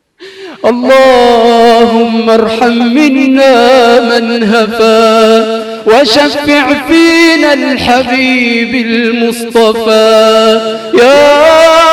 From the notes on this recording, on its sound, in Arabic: تسجيلات ليالى رمضان بمسجد السلام بالعمرانية